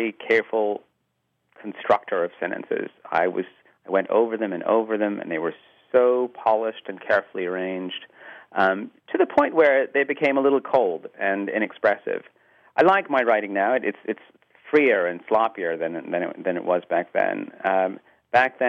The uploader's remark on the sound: Speaks via phone.